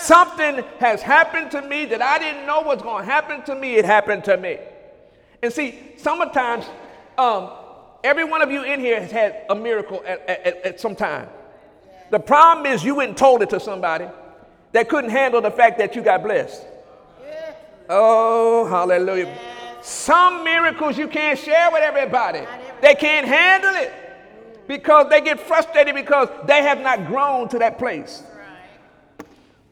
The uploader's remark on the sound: During Sunday morning service on May 21, 2017